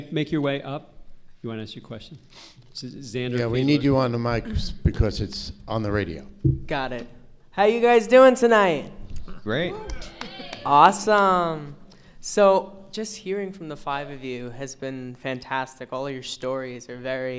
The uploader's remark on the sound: In this special live episode. This panel discussion was part of a music industry event that took place at William Paterson University in November, 2016.